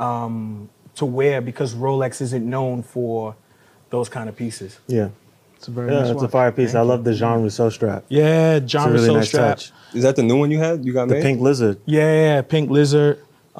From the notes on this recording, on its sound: Shot on location at Sotheby's Auction House during the exhibition opening for their annual Fine Watches Luxury Edit.